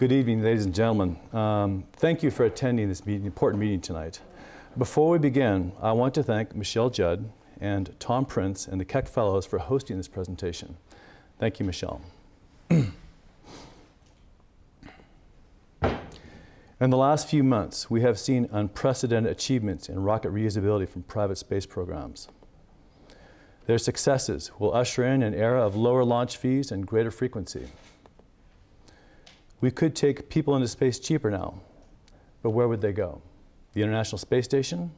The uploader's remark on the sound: This lecture took place at the Keck Institute for Space Studies/Caltech on January 13, 2016.